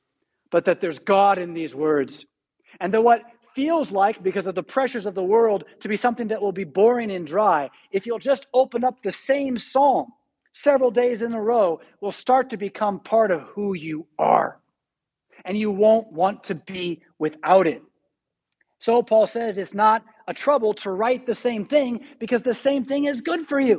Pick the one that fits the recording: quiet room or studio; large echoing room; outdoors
large echoing room